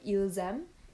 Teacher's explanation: even though the pronoun ILS, you wouldn't normally pronounce the S, you just say il. When it's followed by a vowel, you would say ils aiment.